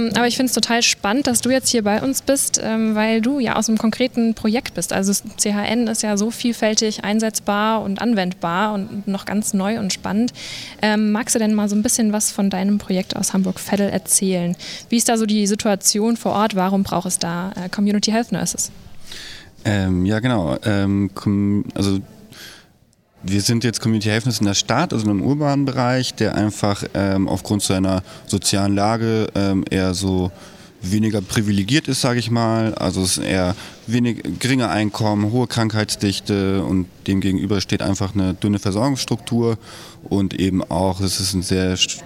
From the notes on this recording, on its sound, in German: SPEZIAL Live vom Deutschen Pflegetag (Tag 2).